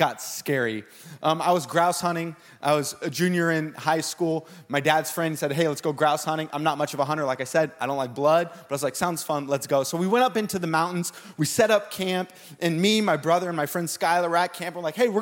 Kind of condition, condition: setting, large echoing room